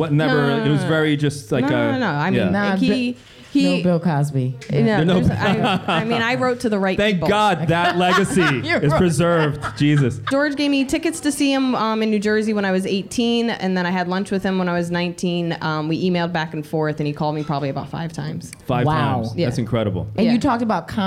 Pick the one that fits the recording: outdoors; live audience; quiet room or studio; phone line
live audience